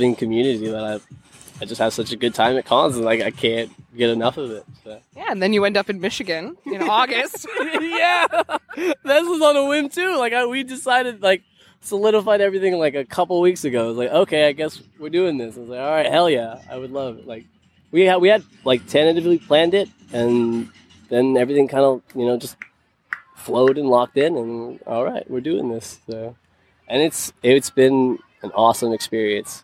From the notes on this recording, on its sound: Live at Cosplay Beach Party